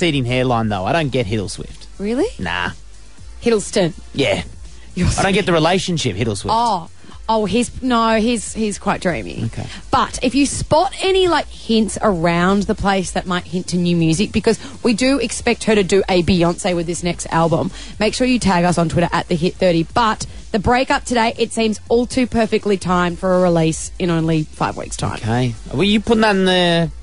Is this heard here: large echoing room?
no